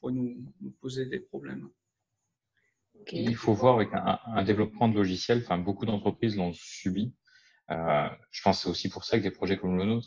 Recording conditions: video call